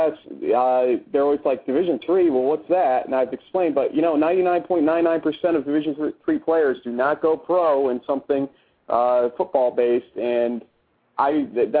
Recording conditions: phone line